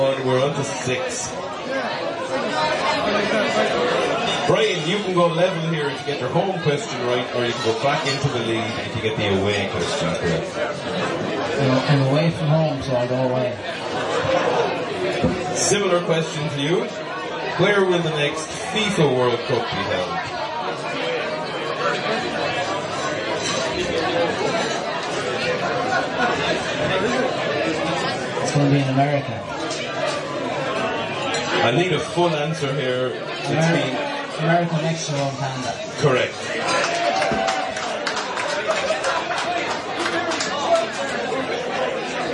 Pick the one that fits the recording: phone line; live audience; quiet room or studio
live audience